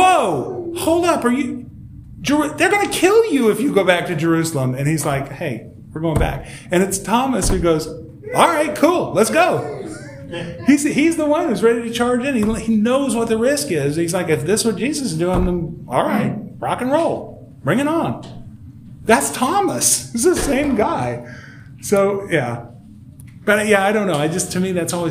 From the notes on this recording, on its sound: This episode was recorded live at Holy Trinity Lutheran Church in Rogers, AR.